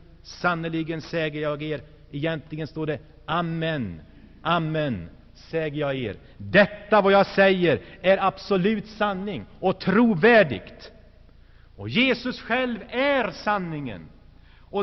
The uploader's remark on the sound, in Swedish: Inspelad i Saronkyrkan, G&#246;teborg 1985-01-20.